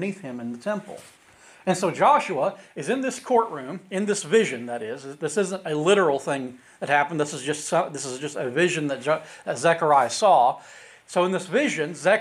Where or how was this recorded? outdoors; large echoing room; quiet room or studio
large echoing room